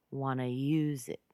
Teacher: want to is very commonly reduced to wanna